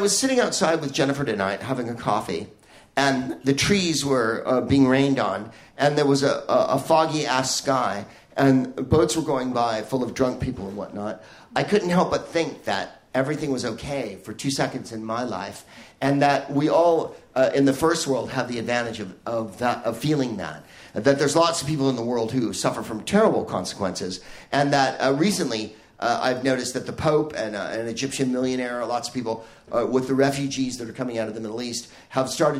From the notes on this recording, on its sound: Live from Toomler in Amsterdam